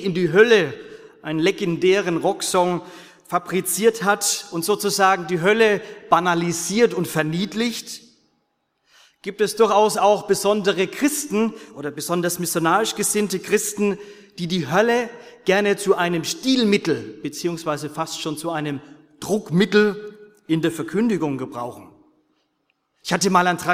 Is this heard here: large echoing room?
yes